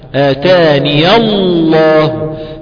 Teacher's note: فاللام فخمت في لفظ الجلالة أنها سبقت بفتح · Term: اللام المفخمة